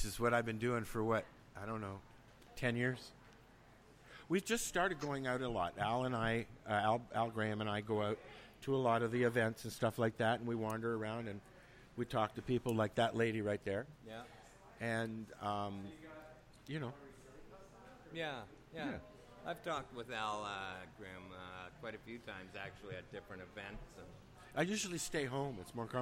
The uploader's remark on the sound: Broadcasting LIVE from Ganjahnistas's Social Club